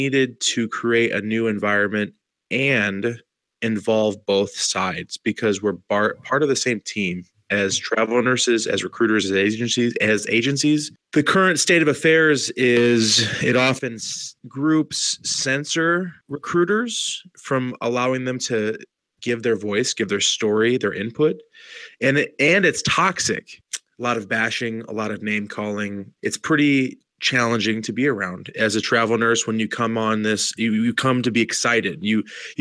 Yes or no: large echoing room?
no